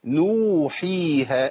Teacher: نون مضمومه بعديها واو، يبقى شرط ان الواو يكون قبلها مضموم، حي الحاء مكسوره وبعدها ياء، يبقى شرط ان الياء يكون · Term: حروف المد